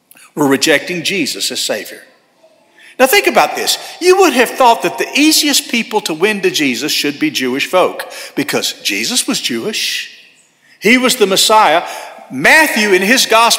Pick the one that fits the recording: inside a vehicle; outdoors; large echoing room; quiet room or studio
large echoing room